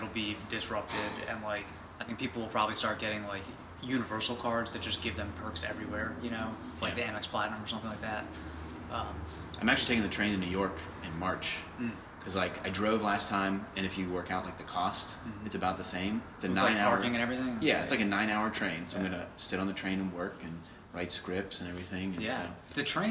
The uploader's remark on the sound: Live from Menfluential 2019